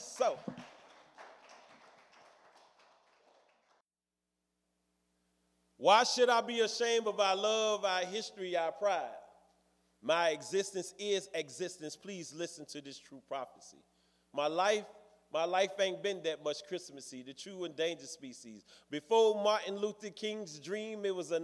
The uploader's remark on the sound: On our April 6th 2019 live show. Open mic performance.